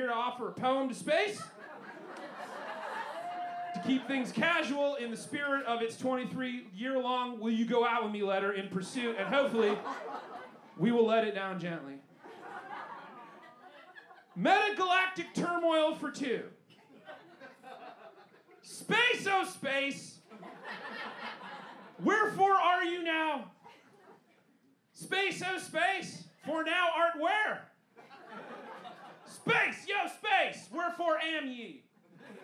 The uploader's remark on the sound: Recorded LIVE at the Historic Green Mill Cocktail Lounge 03/11/23